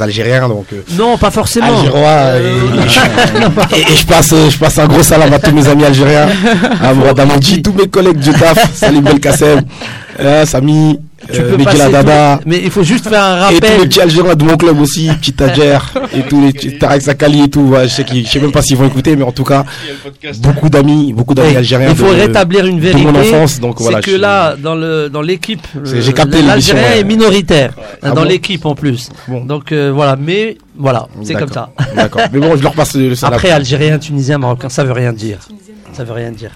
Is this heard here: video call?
no